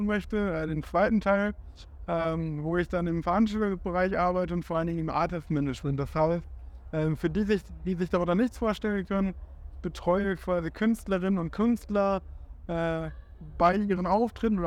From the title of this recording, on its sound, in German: Live vom Parookaville